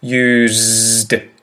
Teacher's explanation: when I say used, I vocalize the S and make it a Z or a Z sound